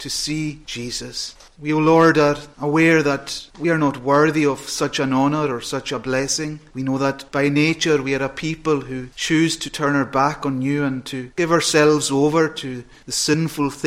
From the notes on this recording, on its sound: Sunday Evening Thanksgiving Service. Recorded at North Harris Free Church on the evening of Sunday 17th September 2022.